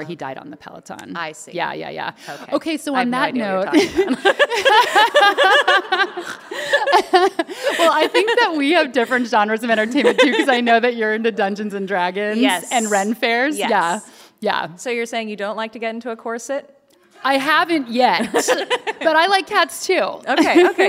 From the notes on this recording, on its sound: on stage in Seattle for a live podcast recording